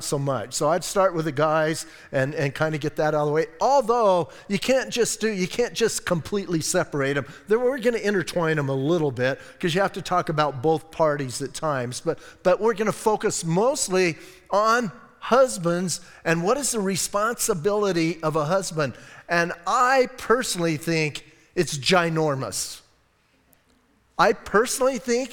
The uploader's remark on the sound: Audio messages from Calvary Chapel in Sierra Vista